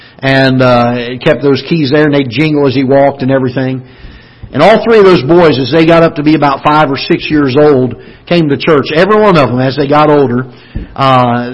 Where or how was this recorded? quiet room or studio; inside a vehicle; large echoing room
large echoing room